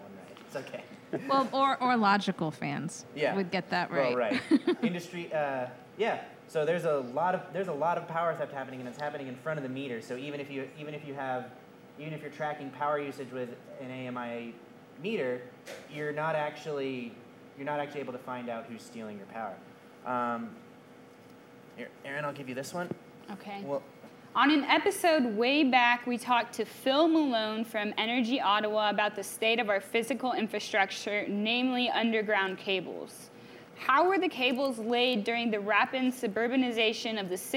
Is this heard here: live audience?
yes